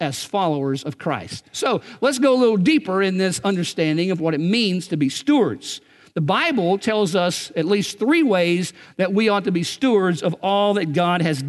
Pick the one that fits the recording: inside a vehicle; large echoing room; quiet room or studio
large echoing room